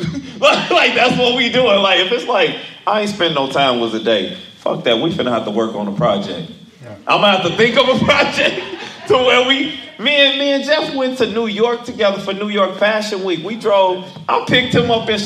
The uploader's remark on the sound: From Live Event.